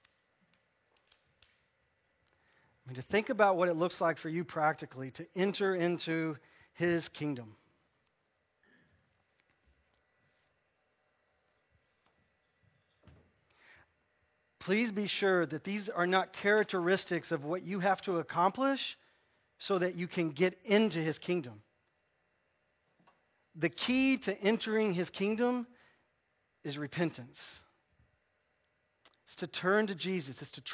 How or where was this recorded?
large echoing room